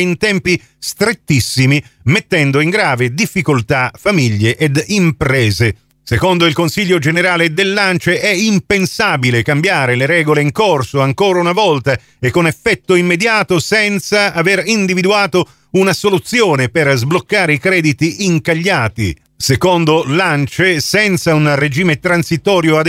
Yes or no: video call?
no